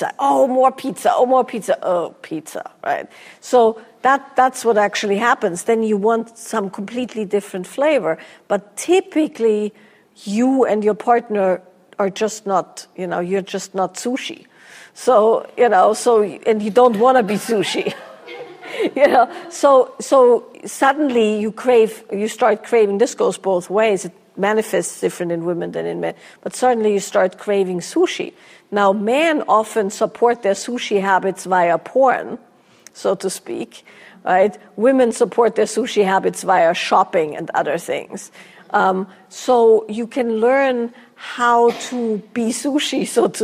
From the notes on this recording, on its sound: Q&A from a recent live event